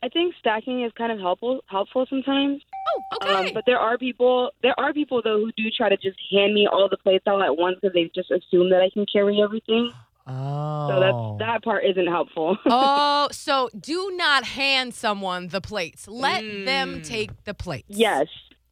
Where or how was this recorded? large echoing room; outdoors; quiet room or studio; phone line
phone line